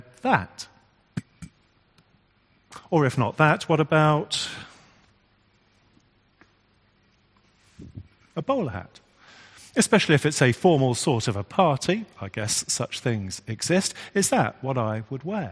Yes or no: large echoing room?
yes